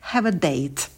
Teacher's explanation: На слове date, точнее на звуке d, у нас язык идет на альвеолы, потом дифтонг a. Мы сильно челюсть вниз не опускаем, держим оскал. И в конце у нас звук t.